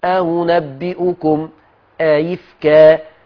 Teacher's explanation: إذا اختلفت الهمزتان في الحركة وكانت الأولى مفتوحة فالثانية مسهلة قولا واحدا · Term: التسهيل